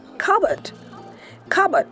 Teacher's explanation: Of course, the P is silent. So all you need to say is cupboard.